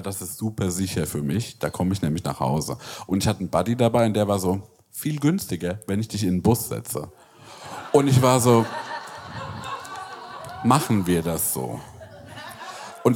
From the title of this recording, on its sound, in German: Live aus Berlin